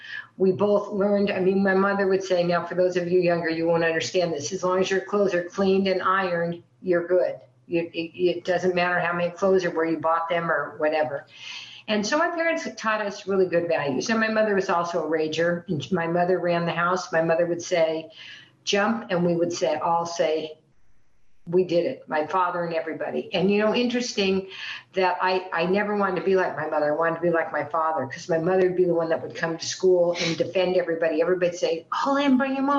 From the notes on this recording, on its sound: The Friends of Bill and Lois W meeting held on zoom in July of 2023.